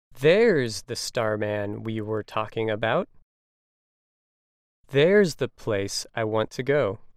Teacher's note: the emphasis is placed on there because it is acting as an adverb. It is giving information about the location or placement of the subject.